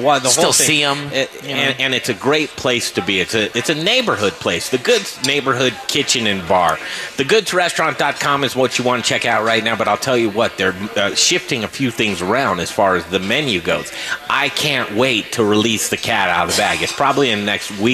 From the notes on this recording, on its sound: We're live from Southern Hospitality downtown for our Barbecue, Beer and Bourbon dinner!